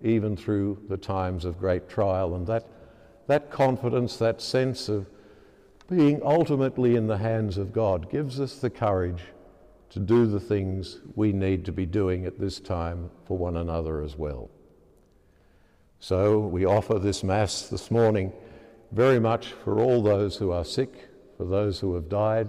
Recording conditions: large echoing room